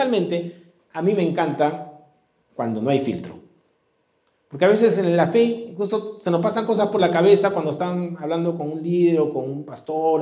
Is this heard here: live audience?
yes